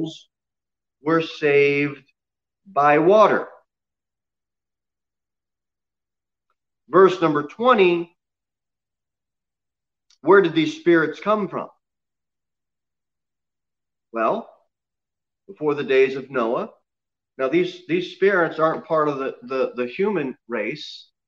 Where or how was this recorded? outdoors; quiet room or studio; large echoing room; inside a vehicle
large echoing room